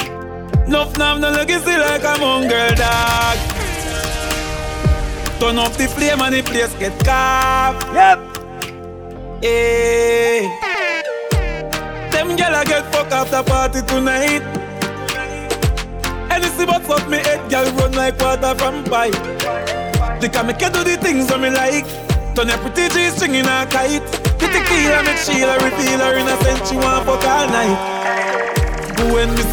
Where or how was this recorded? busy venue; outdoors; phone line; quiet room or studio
busy venue